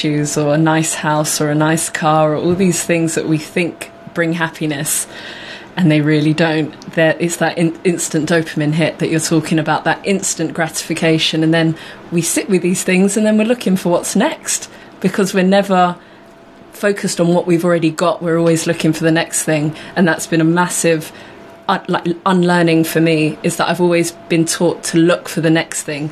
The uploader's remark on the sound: Podcast version of a Live Radio Show (songs & adverts omitted). Please note this is recorded in a busy drop-in Community Radio station.